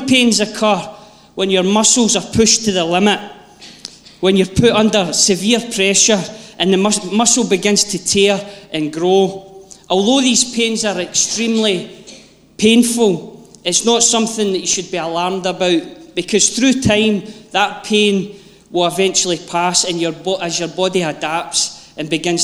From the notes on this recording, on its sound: Live from our Sunday gathering on 23.